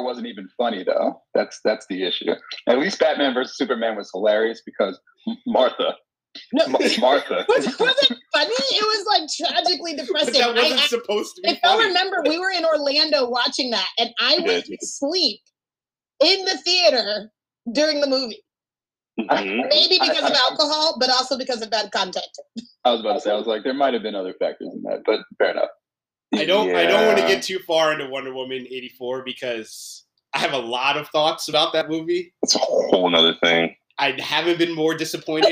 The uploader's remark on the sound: Brought our group chat to life by jumping into a zoom session and hitting record. No professionals here.